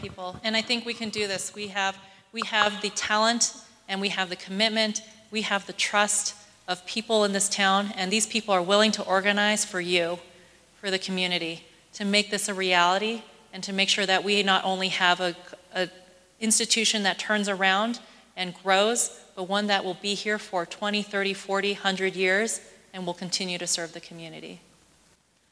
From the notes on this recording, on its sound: Here is audio from the May 8, 2022 town hall. A Gallup area community health group.